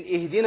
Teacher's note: ما يبقاش فيها شبهة الحاء